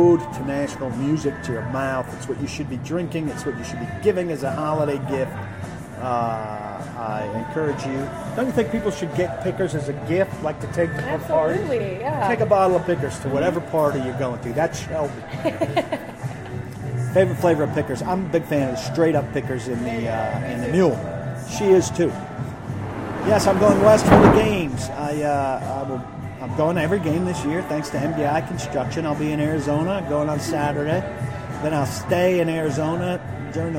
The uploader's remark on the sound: live from the DawgHouse Saloon in Nashville